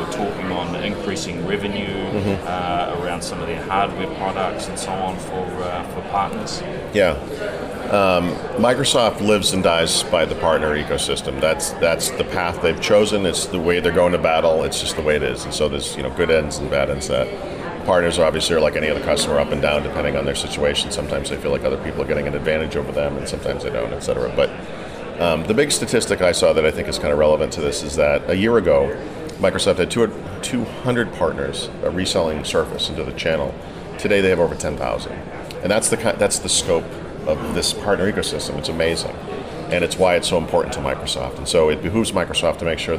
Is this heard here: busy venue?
yes